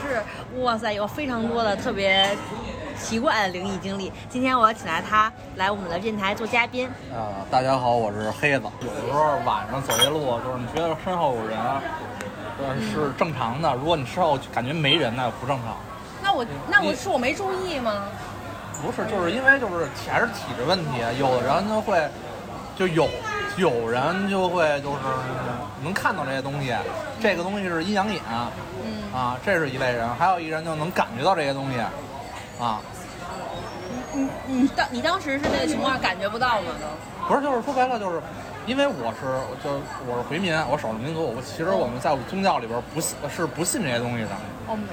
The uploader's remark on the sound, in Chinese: 这期节目是在餐厅录制的，底噪比较大，望大家海涵。